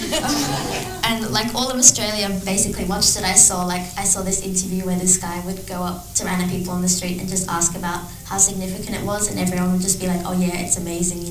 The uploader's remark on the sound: Recorded live in front of an audience at a Trailblazers Women In Sport Business event in Sydney. Please note there are a few issues with the audio quality due to the unpredictability of recording a live event!